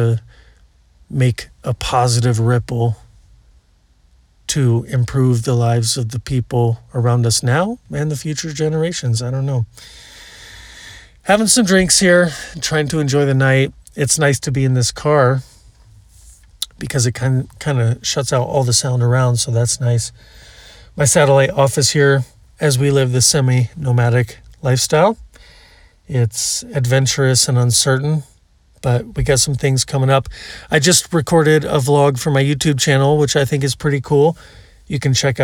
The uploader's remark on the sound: They contribute to noise pollution through partying, undisciplined children, and the use of the dreaded diesel generator. When I record an episode in a noisy campground filled with trashy travelers. This episode was recorded at a campground near Moab Utah during the nighttime.